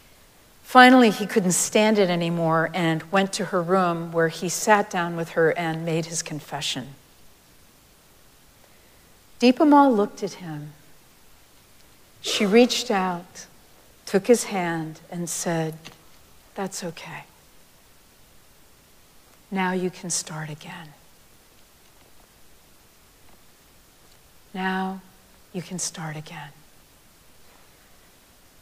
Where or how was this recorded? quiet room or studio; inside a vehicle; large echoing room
large echoing room